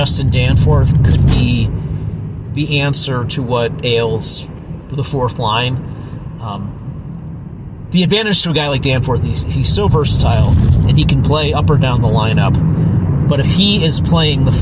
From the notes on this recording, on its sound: Recorded one in his car while driving home from the Detroit game. Turns out there's less traffic when the stadium empties out early! We set the phone down when we had to be alert, and edited out those gaps.